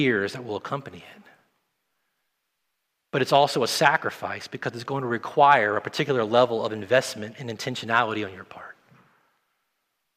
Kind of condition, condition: setting, large echoing room